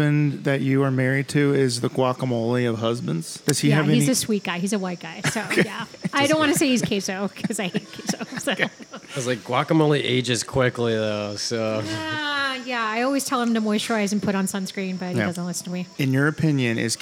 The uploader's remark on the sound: TAQUERIA LA NUEVA-WESTPORT! On Location!